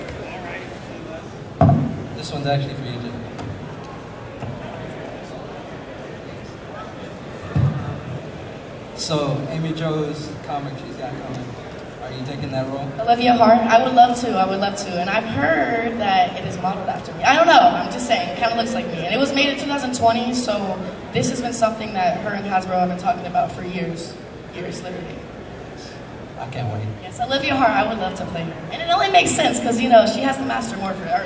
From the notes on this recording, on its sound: Power Rangers Panel at TCG Con 2024 in Houston Texas